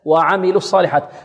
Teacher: نحذف الواو لفظا، ليس رسما، لفظا، في اللفظ تحذف